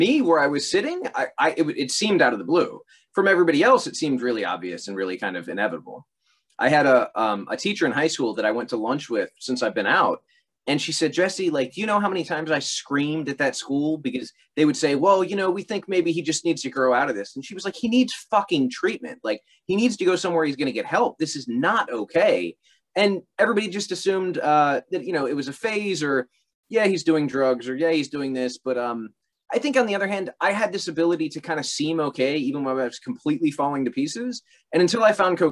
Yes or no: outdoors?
no